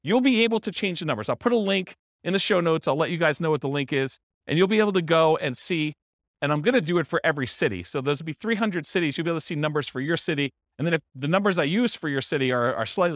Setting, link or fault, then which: setting, live audience